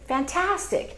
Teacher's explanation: So the second syllable is going to be stressed. So we open our mouth really big